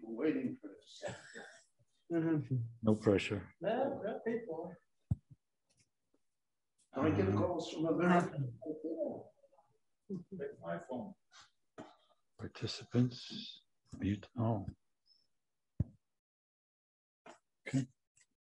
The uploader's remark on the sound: This short Dvar torah was recorded LIVE in Jerusalem at Beit Knesset HaNassi on March 9, 2021.